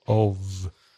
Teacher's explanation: If there's one F, of, then there's vibration in your throat. So you should be able to put your hand, do it now, put your hand on your throat, garganta, very gently, and say the word of.